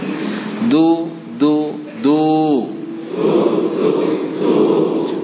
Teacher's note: waw sukun sebelumnya dhamma. Ini juga panjangkan suaranya dua harokat.